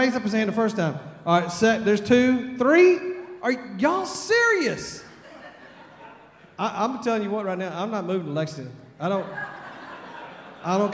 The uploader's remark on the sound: at Broadway Baptist Church, Lexington, Kentucky